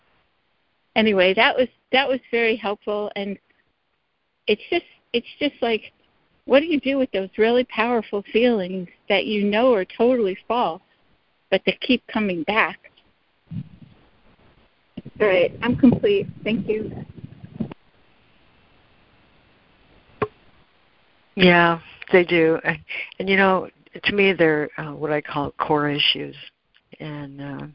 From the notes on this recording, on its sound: ACIM Daily Conference Call